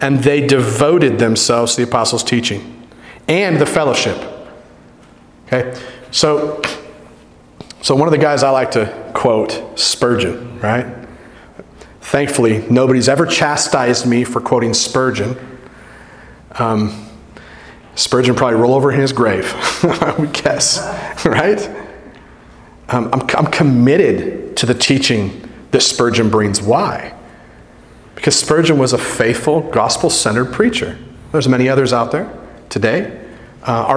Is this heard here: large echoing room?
yes